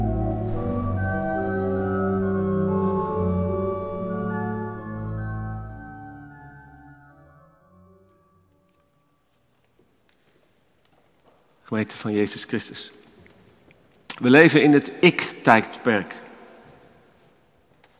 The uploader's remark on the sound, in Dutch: Opgenomen in de Noorderkerk te Amsterdam.